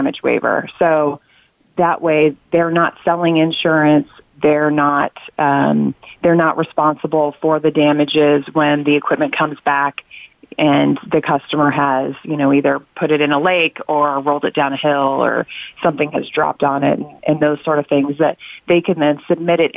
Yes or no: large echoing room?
no